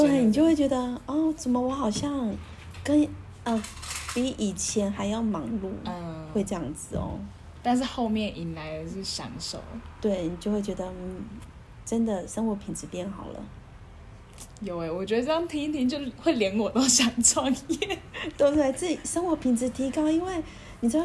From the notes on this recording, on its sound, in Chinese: 本集因錄音場地限制，背景音較大，請見諒